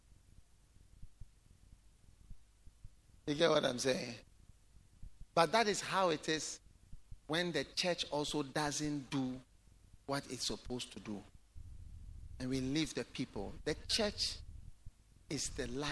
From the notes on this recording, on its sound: Preached at The Way Cathedral, Ayawaso-Ghana